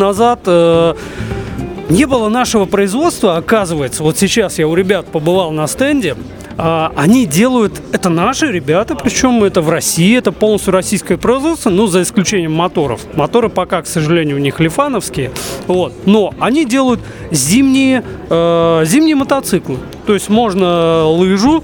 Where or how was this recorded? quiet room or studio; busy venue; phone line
busy venue